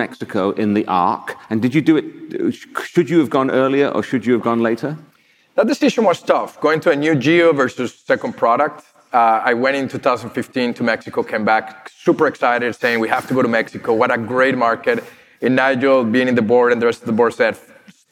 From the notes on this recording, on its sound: This recording is from Fintech Nexus USA (formerly known as Fintech Nexus USA) held at the Javits Center in New York City on May 25-26, 2022. It is from our Keynote stage.